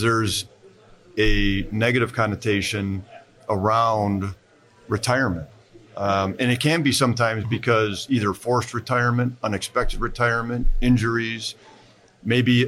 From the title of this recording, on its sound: Live at FDIC